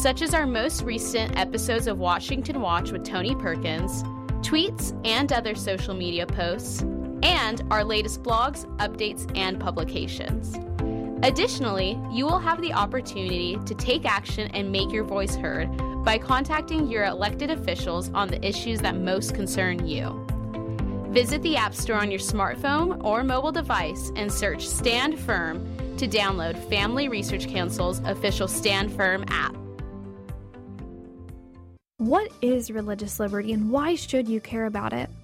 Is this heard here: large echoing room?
no